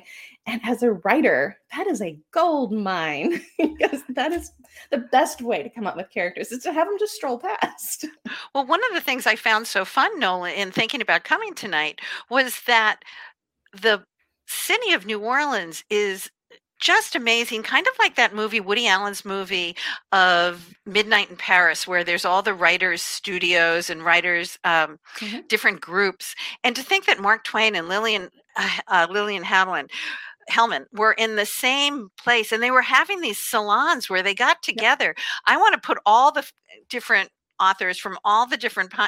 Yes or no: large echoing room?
no